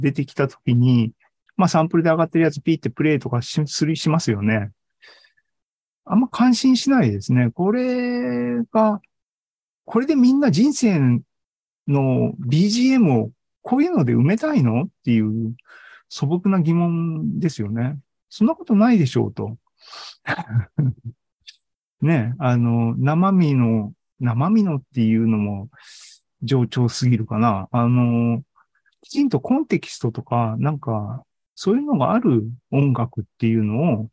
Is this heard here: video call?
yes